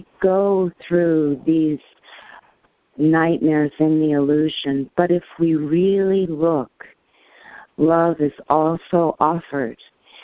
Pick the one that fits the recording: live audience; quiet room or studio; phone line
phone line